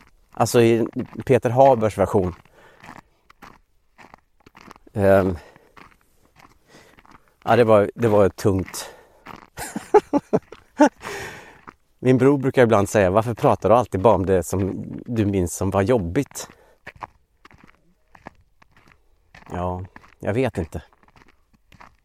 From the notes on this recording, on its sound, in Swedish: det knastrande ljudet från hans steg på snön